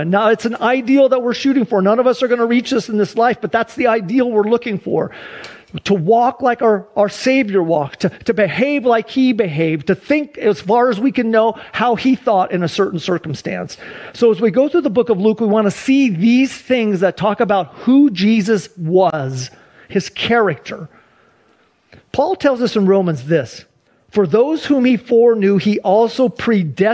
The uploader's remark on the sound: Sunday church service livestream